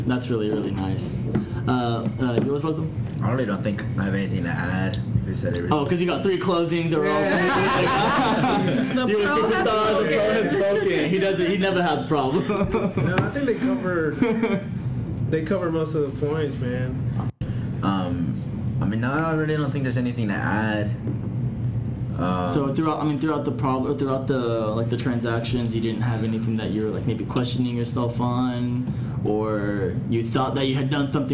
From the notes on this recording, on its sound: Recorded at the United Wholesale Mortgage success track event